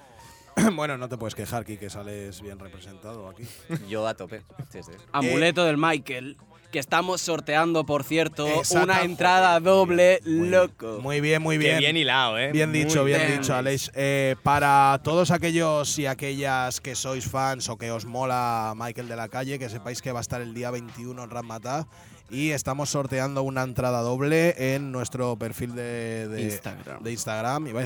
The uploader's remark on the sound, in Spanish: Fue la jornada inaugural del Festival Cara·B de Barcelona. Se va hasta la Fàbrica de Creació Fabra i Coats para emitir en directo su nuevo episodio. Incluye temas en directo.